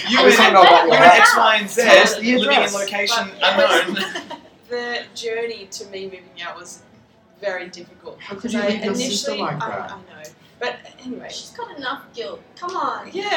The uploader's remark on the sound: LIVE from Melbourne Central